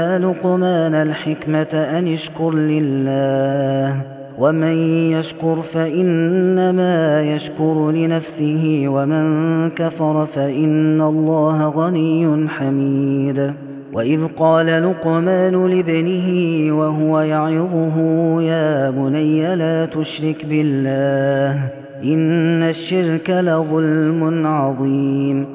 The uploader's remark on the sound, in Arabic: هذا التسجيل من صلاة التراويح